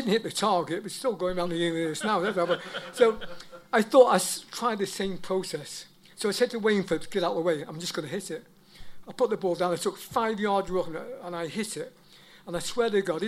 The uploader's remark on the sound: Live at the Troubadour. The boys hold a live Q&A with one of Chelsea supporters favourite players from the 1983/84 season.